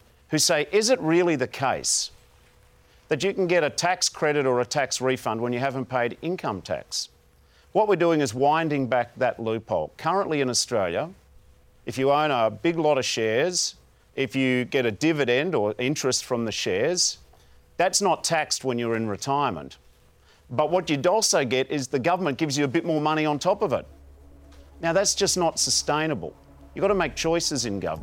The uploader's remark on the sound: in a live town hall event at Seven West Media's studios in Perth